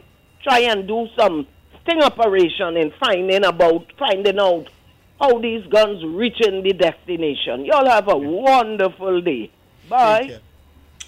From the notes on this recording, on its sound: We take more calls from the audience.